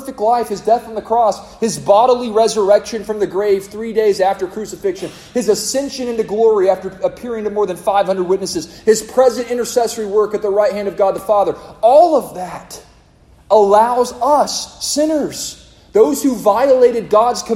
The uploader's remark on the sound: A sermon preached to the congregation of Lifeway Baptist Church -Edna, Texas